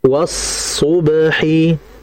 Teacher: perhatikan sadnya itu tasydid, maka ditahan